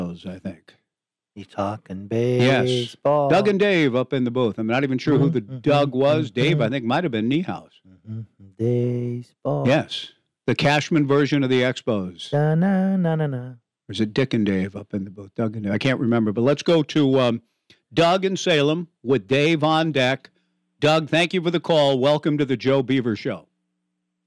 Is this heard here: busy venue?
no